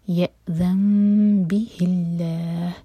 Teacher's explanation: of sound اور پھر empty نون کے بعد با ہے تو نون کا ساؤنڈ میم میں چینج ہوا، اقلاب کریں گے، میم کو ہولڈ کریں گے لیکن ہوٹوں کو ٹائٹ بند نہیں کریں گے